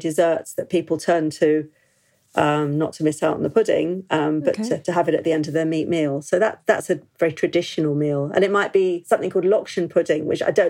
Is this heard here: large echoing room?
no